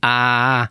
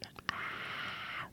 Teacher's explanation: Én mondhatom azt, hogy á, de most ugyanezt mondom zönge nélkül, hát nem nagyon hallatszik semmi.